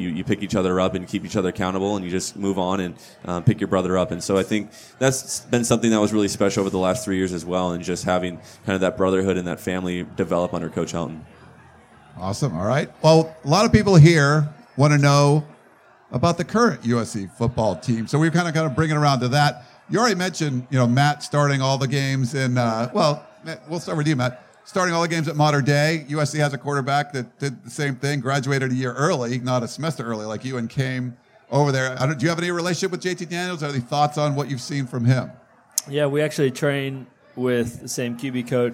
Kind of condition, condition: setting, live audience